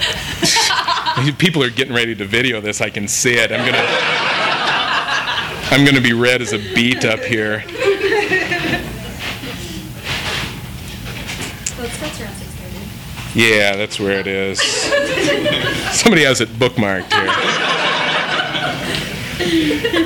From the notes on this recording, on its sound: THIS EVENT WAS RECORDED LIVE AT SKYLIGHT BOOKS APRIL 8, 2011.